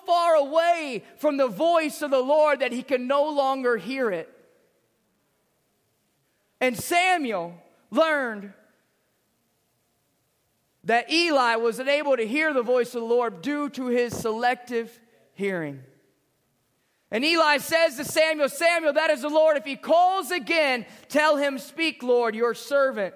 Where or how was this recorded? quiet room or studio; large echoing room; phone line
large echoing room